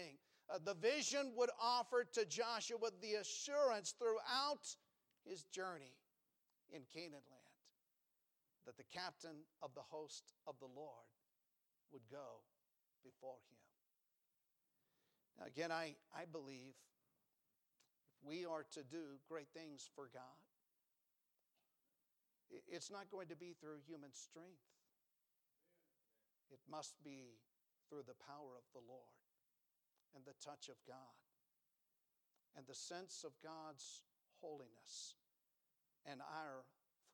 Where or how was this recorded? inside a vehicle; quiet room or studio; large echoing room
large echoing room